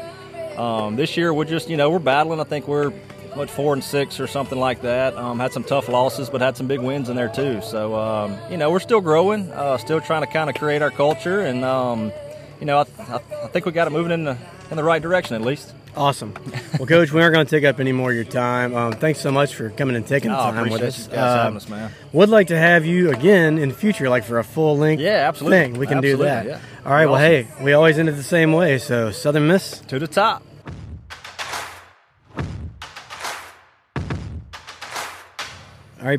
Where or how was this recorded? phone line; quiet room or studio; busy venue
busy venue